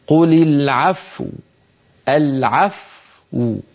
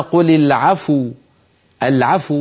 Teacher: ننطق الفاء ساكنة ثم نضم الشفتين · Shown in: first take